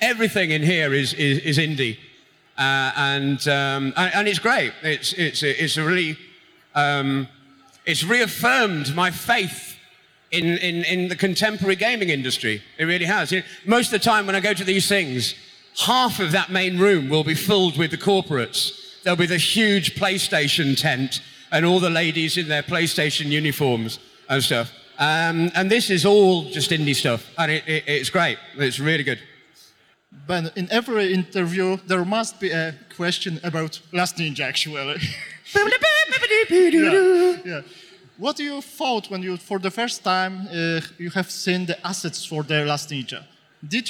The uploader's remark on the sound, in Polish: Nagranie to jest zapisem sobotniego panelu na scenie głównej festiwalu Pixel Heaven 2016